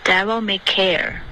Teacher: 这个 devil 的 v 在震动的稍微清楚一点